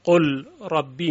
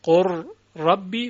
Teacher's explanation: در اینجا میبینیم که لام تبدیل میشود به را و را به را متصل میشه · Shown in: second take · قل ربی میشود قر ربی و سپس اتصال الصوتین، یعنی اتصال دو صوت، قر ربی.